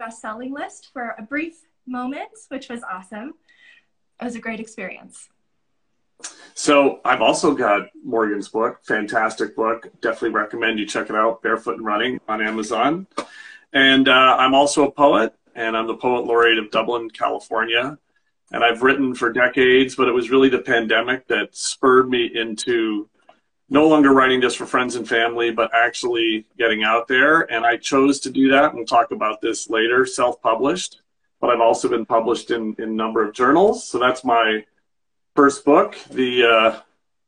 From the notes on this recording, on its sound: This event was originally a live (virtual) event that included audience questions.